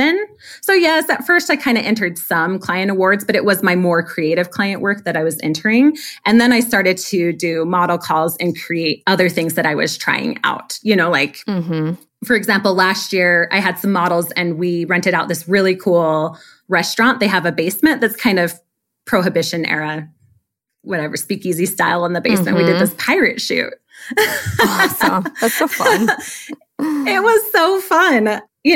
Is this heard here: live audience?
no